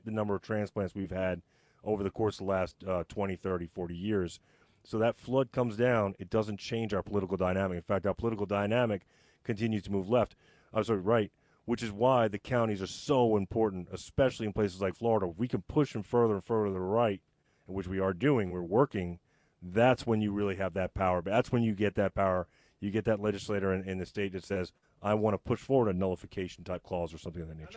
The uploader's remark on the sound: TPC’s annual celebration of the South officially kicks off with a live remote broadcast from South Carolina, where authors of The Honorable Cause: A Free South and other special guests are on hand for interviews and to sign copies of the book!